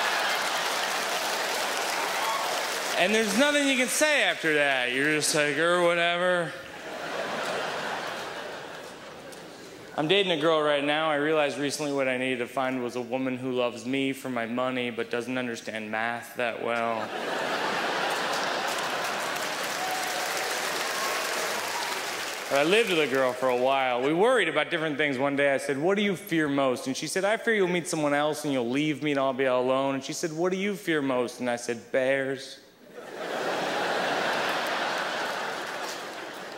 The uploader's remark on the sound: brings his charm to the 2005 Just for Laughs Festival in Montreal